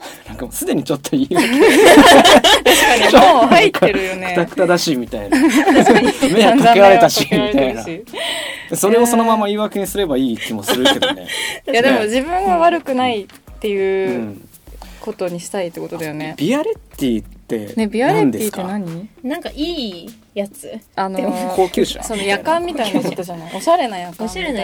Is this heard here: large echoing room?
no